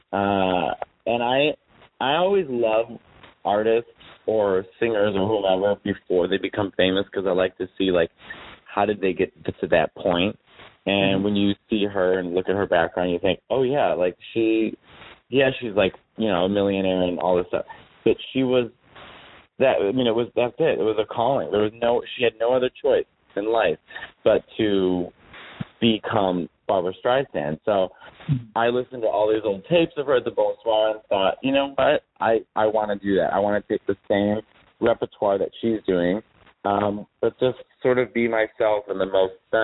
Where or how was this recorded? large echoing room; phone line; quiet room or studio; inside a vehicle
phone line